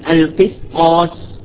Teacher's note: هنا السين وقعت بين مفخمين القاف والطاء، فينبغي علينا أن ماذا نفعل؟ نرقق السين